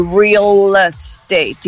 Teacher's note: emendando o L com o E da próxima palavra que começa com E